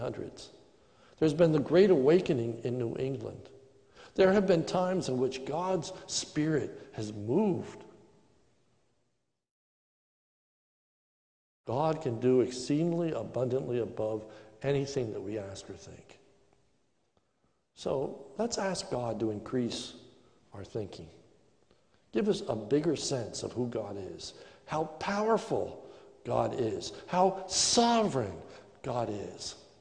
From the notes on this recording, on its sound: This is a sermon recorded live at the Lebanon Bible Fellowship Church in Lebanon, PA during the morning service on 08/30/2020